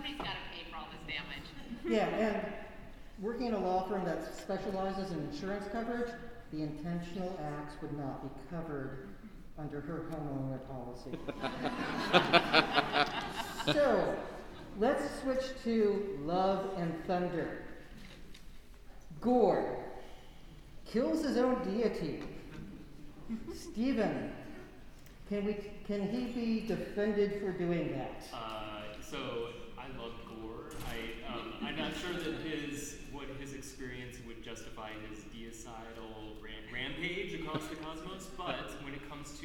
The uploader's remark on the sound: Recorded Live at SDCC 2022. Recorded at San Diego Comic Con.